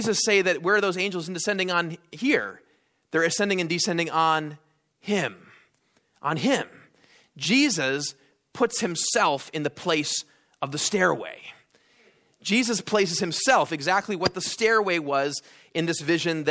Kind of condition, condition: setting, large echoing room